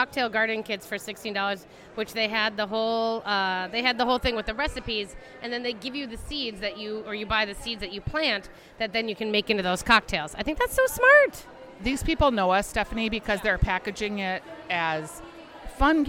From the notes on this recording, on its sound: Live from Angry Birds Universe at the Minnesota State Fair. Take a stroll through the new Angry Birds Universe exhibit in the North End and visit the Dirt Stage in the Ag Hort building.